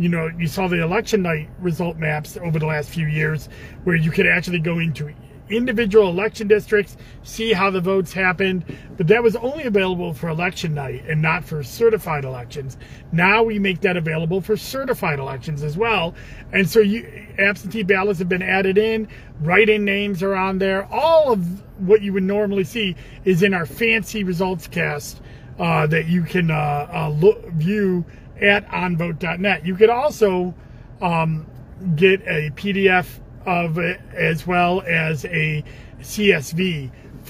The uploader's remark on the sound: in the car